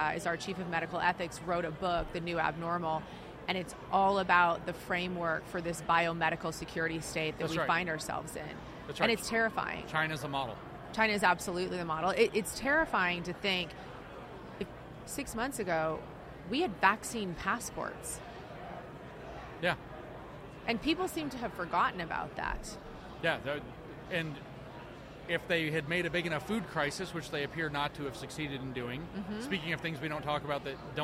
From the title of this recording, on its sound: The Unity Project What’s UP? Podcast at AmFest